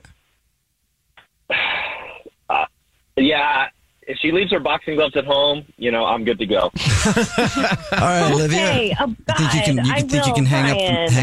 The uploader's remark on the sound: We get that other person on the phone to see why they're "ghosting".